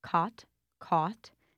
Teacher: she's trying not to have the back vowel merger